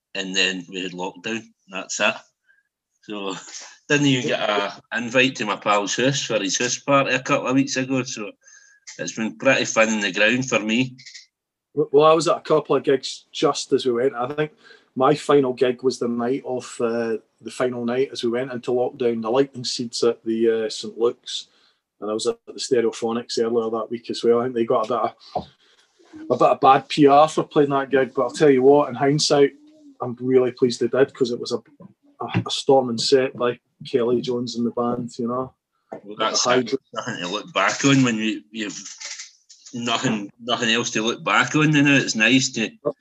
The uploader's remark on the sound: I spoke to them both via zoom.